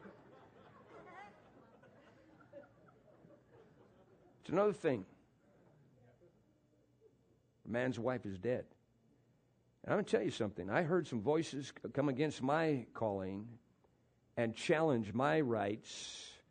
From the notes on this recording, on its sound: PREACHED IN MCMINNVILLE RALLY